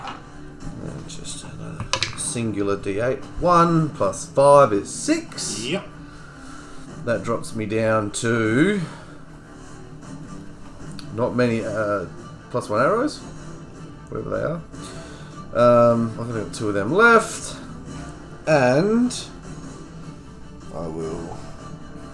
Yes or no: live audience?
no